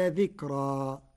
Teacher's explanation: قرأ ورش كلمة ذكرى بالتفخيم والترقيق في الراء